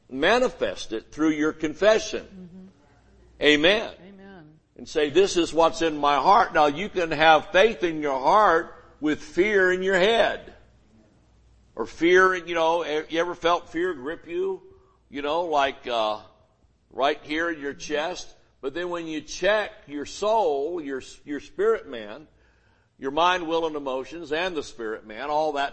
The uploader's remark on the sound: Sunday Morning Service